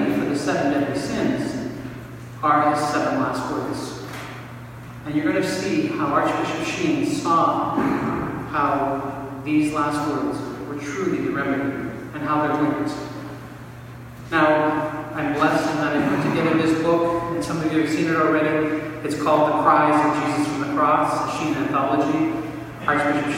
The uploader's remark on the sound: This talk was given on March 16, 2019 at the Step Up Men's Conference in Montreal, Quebec, Canada. The event was hosted by Serviam Ministries and the Band of Christian Brothers Men's Group.